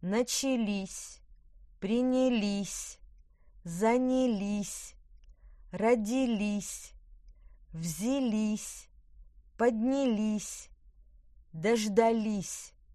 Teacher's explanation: Множественное число. Ударение падает на окончание.